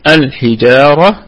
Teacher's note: الجيم في قلقلة نسبية لأنه متحرك، وأيضا هي مفتوحة، ففيها مد طبيعي وصلا ووقفا. والحجارة الراء مفخمة في الوقف وفي الوصل.